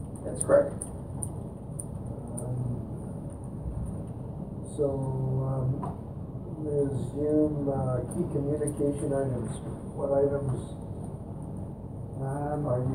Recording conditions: large echoing room